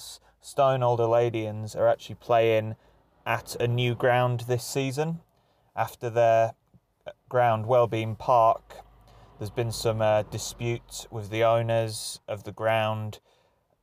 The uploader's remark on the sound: Live football is back folks. In this first ever live recording he heads over to Kings Park, his 212th football ground. Stone Old Alleynians versus Lichfield City is a perfect Staffordshire derby.